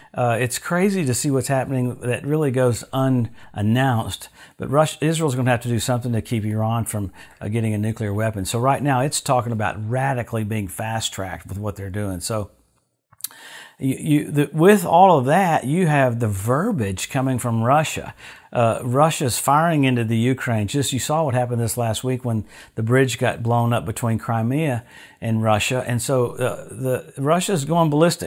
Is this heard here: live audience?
no